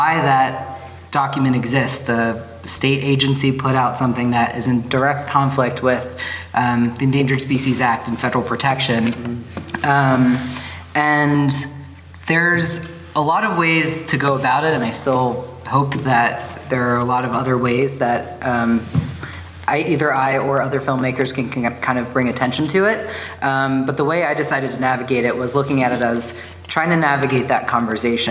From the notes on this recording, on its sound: IWFF Filmmaker Panel. Today on the show we are airing a panel discussion that I moderated at this year’s International Wildlife Film Festival (IWFF) in Missoula, Montana!